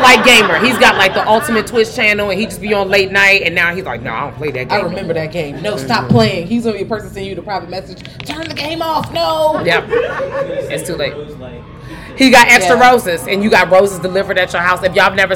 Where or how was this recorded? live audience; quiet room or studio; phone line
live audience